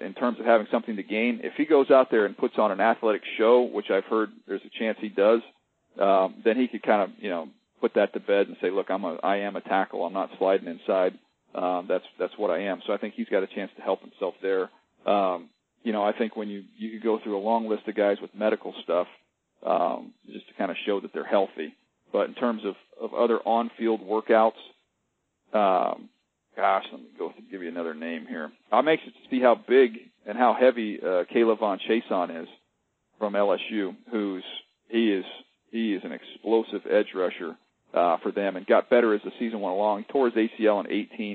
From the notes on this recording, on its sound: pre-combine conference call with the media!